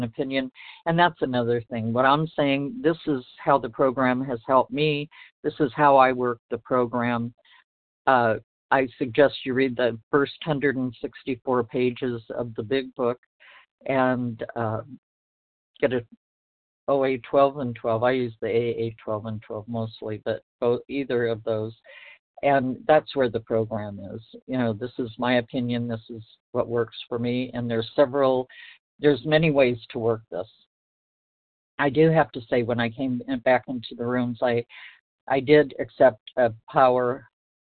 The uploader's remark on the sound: from the 100 Pounders Phone Meeting, 9/6/23